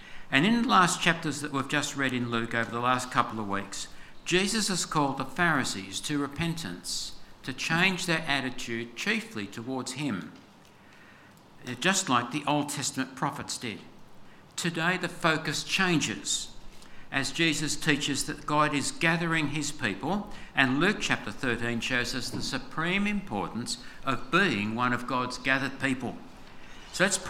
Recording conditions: large echoing room